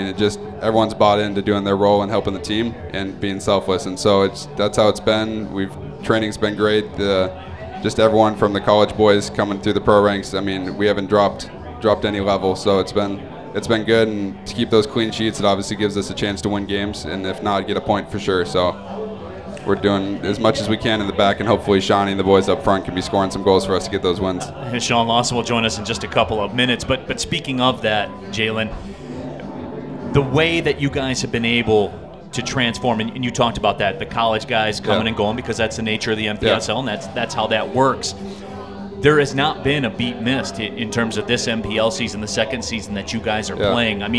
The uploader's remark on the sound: live from the City Clubhouse!